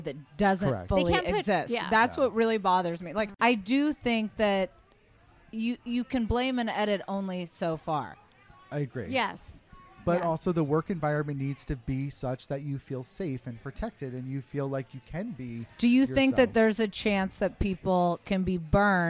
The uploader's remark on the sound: Live from BravoCon